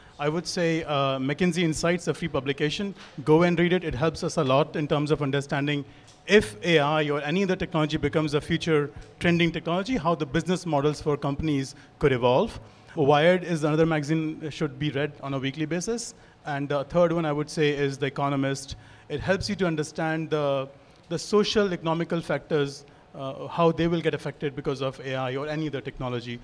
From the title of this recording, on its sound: Live at Soho Innovation Lab